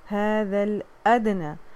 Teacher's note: ہذا ہے کے اوپر جو مد ہے اس کو کھینچیے، زال کے ساتھ الف مد طبعی دونوں کھینچیں گے ایک ہی ڈیوریشن کے، دو حرکہ